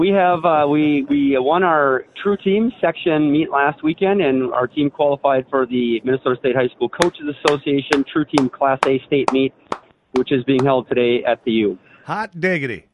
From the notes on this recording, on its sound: will join us by phone